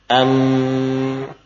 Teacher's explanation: Mim yang berasal dari syafatain, am ketika disukun suaranya berpindah ke hidung · Term: ghunnah